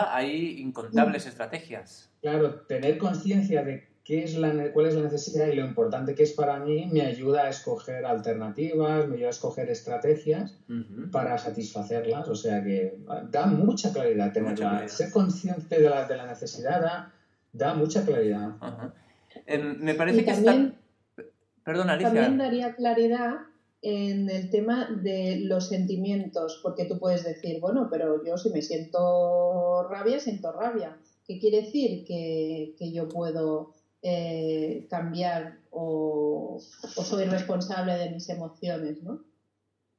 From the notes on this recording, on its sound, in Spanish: Audio de baja calidad.